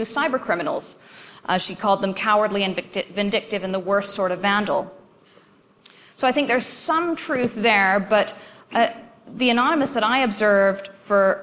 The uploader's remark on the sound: presentation from AusCERT's 2013 conference.